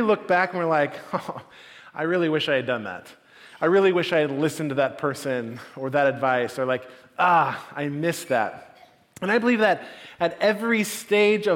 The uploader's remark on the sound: Message delivered at the Benicia campus